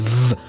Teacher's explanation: quand vous faites V, vous joignez vos dents et vos lèvres. C'est là ce qu'on appelle des labiodentales.